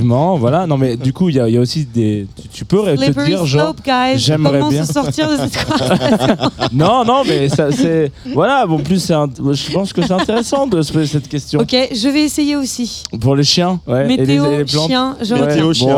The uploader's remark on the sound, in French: En direct de Rock en Seine